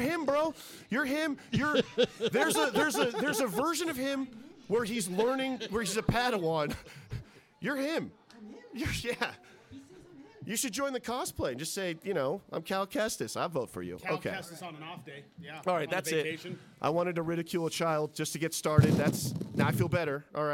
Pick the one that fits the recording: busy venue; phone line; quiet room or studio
busy venue